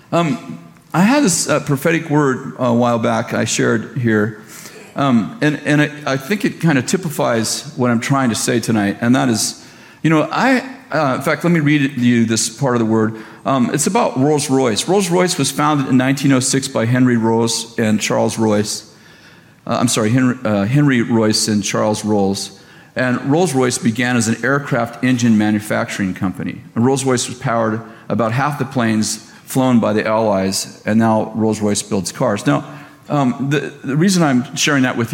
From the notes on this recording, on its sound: at Bethel Church in Redding, CA